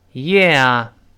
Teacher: 如果读得很慢呢，能听到非常清晰，先发 e 再发啊这个声音